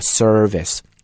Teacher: 一定要在前面卷舌，后面不能卷舌